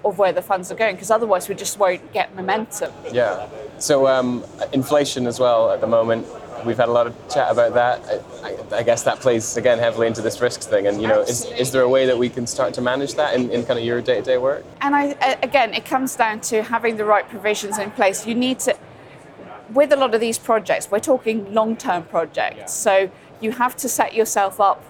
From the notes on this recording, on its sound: From the show floor at the Offshore Europe Conference.